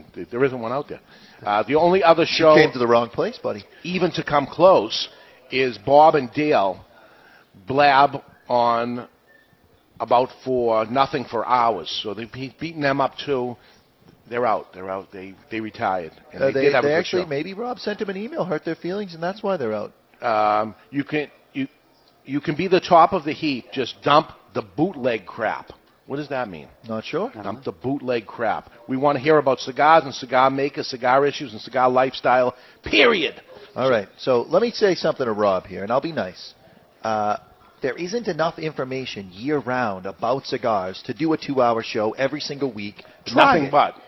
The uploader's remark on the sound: LIVE From Two Guys Smoke Shop in Nashu NH